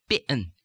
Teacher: the word bean is going to be in Russian, bien, with that two-stage vowel